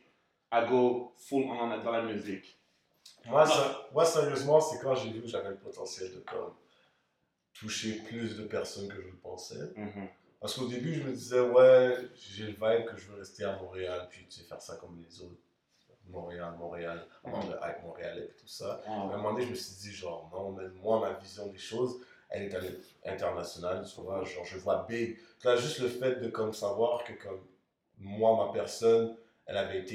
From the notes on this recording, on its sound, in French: Lors de l'enregistrement des deux premiers épisodes, nous avons eu quelques problèmes avec nos micros.